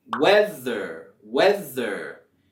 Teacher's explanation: en la palabra weather, vamos a subir la entonación en la primera sílaba